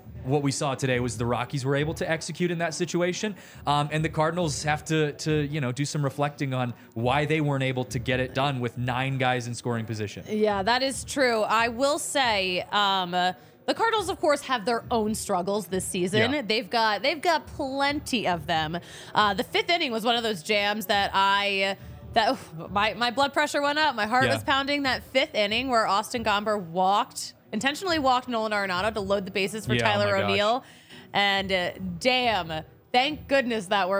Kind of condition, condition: setting, busy venue